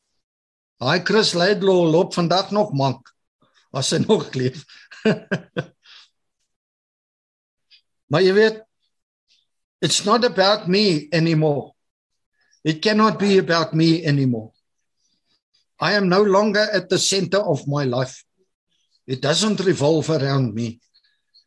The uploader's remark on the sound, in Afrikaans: Manne van die Woord Zoom Byeenkoms.